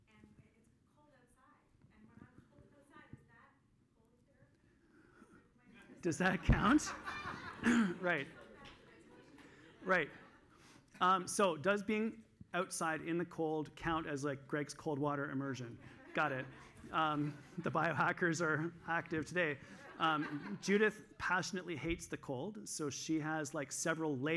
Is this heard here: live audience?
yes